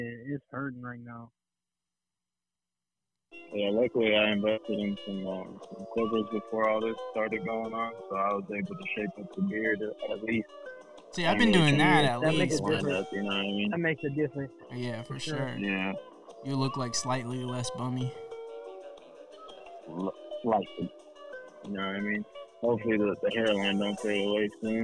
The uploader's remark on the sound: In this episode the squad record the pod over the phone due to the Covid-19 pandemic.